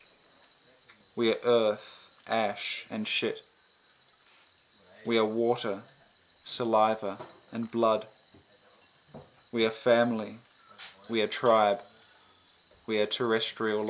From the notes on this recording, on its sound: Recorded at Premstock Fruits and Roots Festival in Daintree, Far North Queensland, Australia 2018-07-13